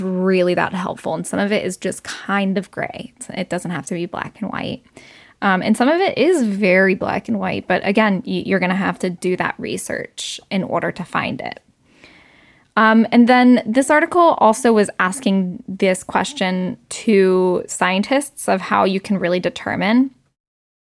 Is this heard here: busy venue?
no